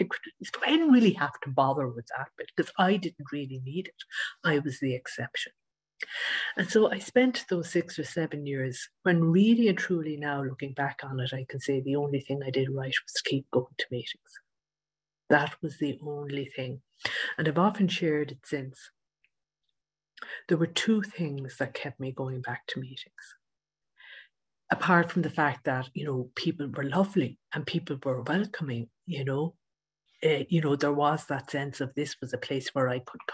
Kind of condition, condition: link, video call